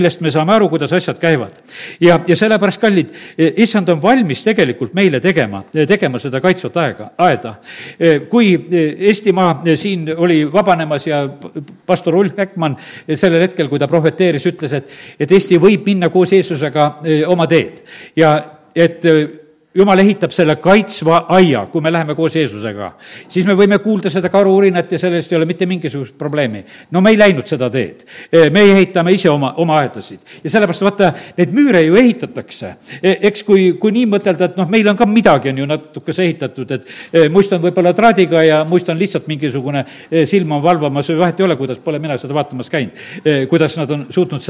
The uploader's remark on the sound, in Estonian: Audio salvestus koosolekult